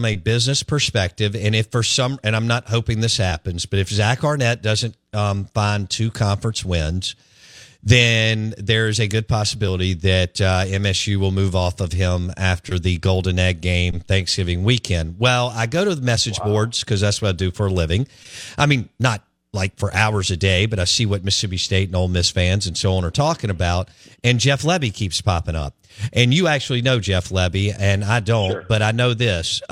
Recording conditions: phone line